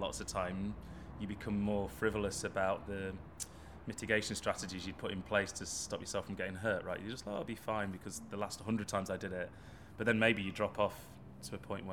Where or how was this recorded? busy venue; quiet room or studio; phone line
busy venue